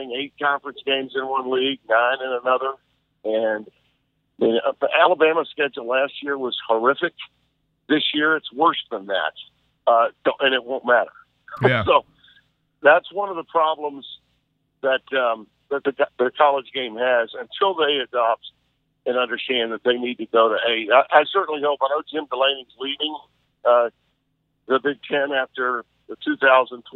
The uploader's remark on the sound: via phone